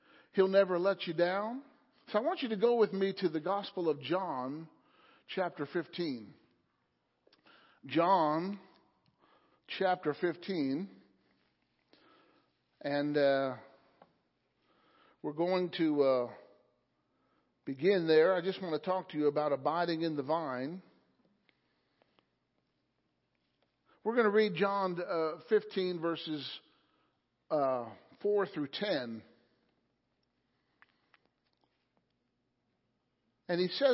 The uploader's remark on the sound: Wednesday Night Service